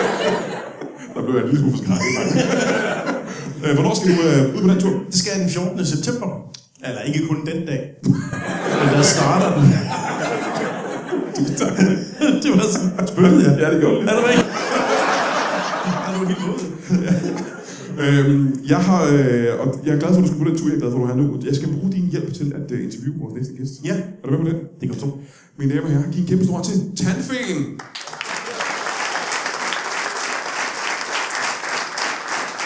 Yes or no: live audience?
yes